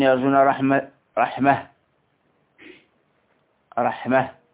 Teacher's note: إذن هكذا قلنا رسمت بالتاء، فوقف عليها أبو عمرو وابن كثير والكسائي ويعقوب وابن محيص واليزيدي والحسن، هؤلاء كلهم وقف عليها بالهاء